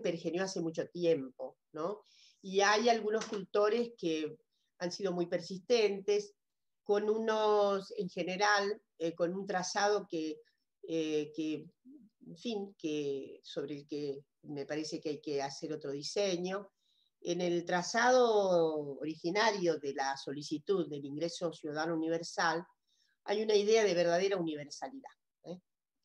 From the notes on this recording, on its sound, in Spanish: por YouTube, con participación en VIVO con el chat